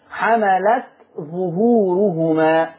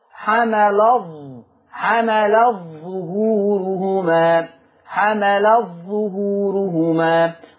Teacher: لما نيجي نضغم، شوف بقى انا جبتها لكم من حفص الاول، من حفص شوف التاء عليها رأس الحاء الصغيرة علامة الإظهار. طب لما ورش يضغمها يبقى التاء عارية والظاء تشدد · Shown in: second take · Term: الإضغام